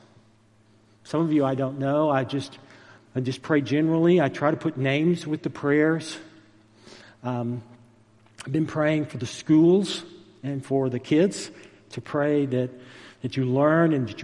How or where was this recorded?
large echoing room